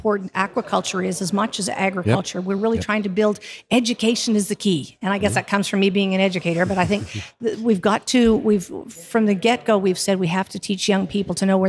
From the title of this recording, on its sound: Aquademia Live! From the Responsible Seafood Summit 2023